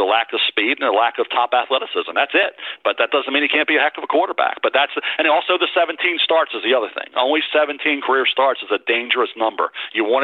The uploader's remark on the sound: NFL Draft Conference Call